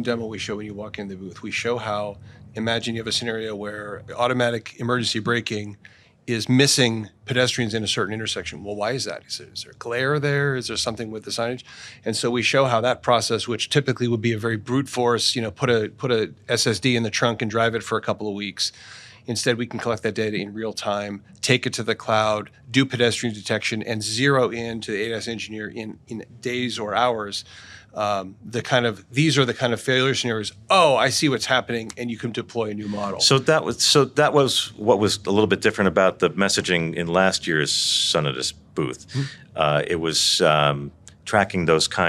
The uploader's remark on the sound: Filmed live at CES2024.